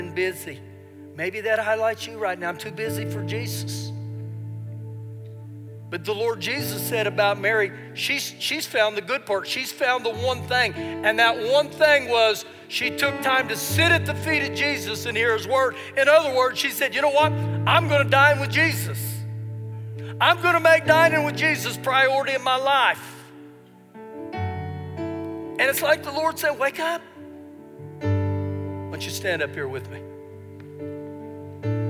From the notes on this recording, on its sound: Recorded live during our Sunday morning service